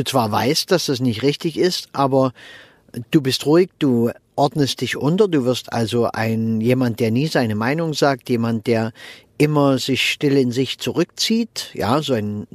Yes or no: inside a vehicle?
yes